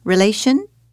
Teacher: the T plus I in relation gives us the sh sound